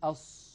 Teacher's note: عند الصاد تجده يضم ويزم شفتيه إلى الأمام